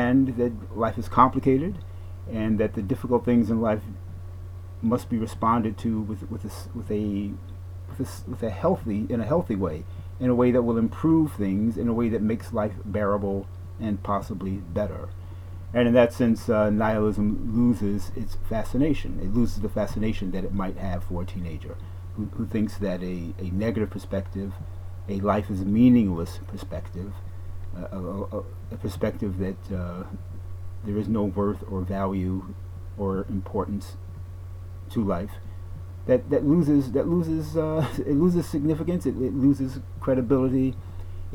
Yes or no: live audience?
no